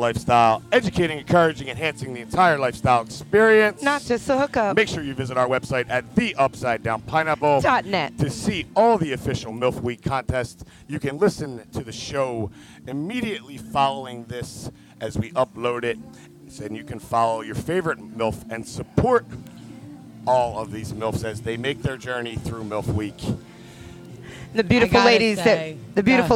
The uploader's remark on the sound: LIVE from Hedo for the Connection Travel Hottest MILF Contest 2022 for the ABC Contest.